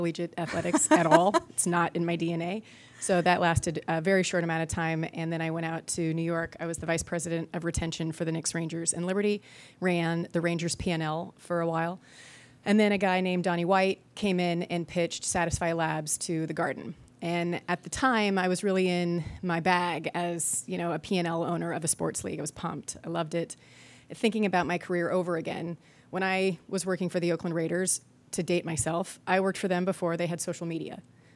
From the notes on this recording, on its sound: Recorded live at Nissan Stadium, home of the Tennessee Titans, during the 2023 Sports Innovation Summit.